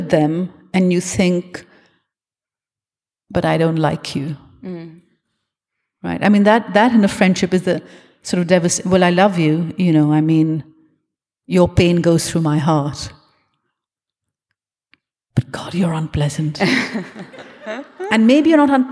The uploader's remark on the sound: This event was recorded on Wednesday 9 November 2022 at The Capitol as part of the Wheeler Centre’s Spring Fling program.